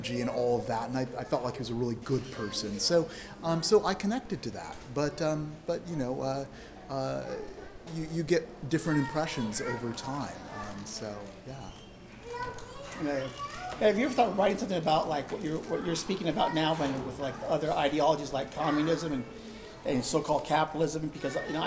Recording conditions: live audience